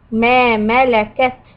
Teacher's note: همس on letter تا. A little air goes out.